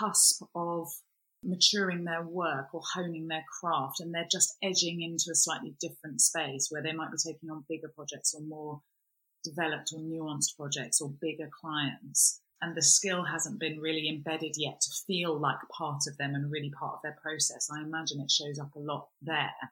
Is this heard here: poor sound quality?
yes